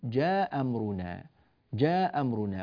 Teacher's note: تسقط فيه الهمزة الأولى عند قالون فيقول جاء أمرنا جاء أمرنا، وآنذاك لا يحتاج إلى المد بل يجوز له القصر.